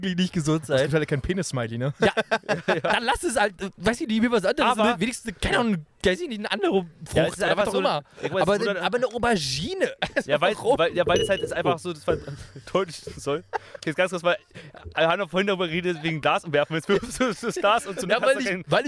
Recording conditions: outdoors